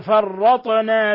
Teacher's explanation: قلقلة الطاء لسكونها لأن من حروف قطب جد